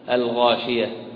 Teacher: ترى أن اللام مظهرة واضحة